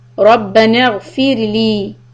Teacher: The ra here is going to be soft because before that there's a kasra.